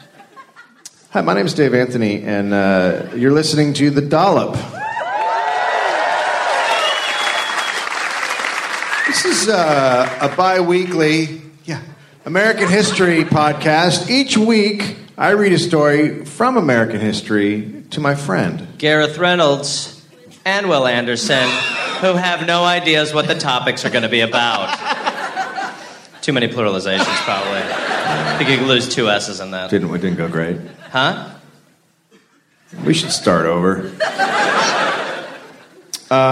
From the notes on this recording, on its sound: Live in Australia. A live episode recorded at the Anthenaeum Theater in Melbourne.